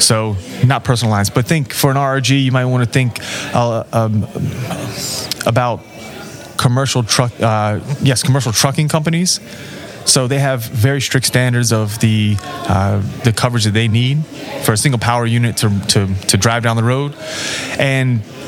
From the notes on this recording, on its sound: This interview was recorded at the 2023 South Carolina Captive Insurance Association Conference in Charleston.